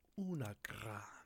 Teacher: I can't roll the R, so I have to settle with the tapped R.